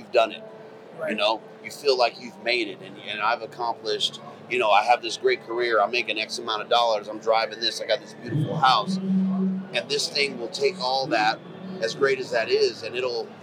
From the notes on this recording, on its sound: The Wapiti Wednesday edition live from Western Hunting and Conservation Expo in Salt Lake continues from the Initial Ascent booth!